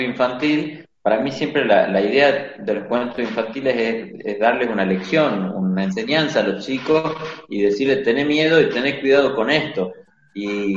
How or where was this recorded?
video call